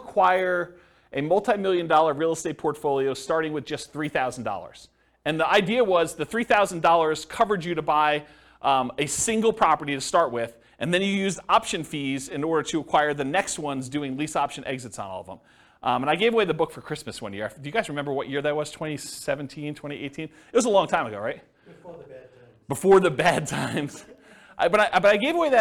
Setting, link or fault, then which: setting, live audience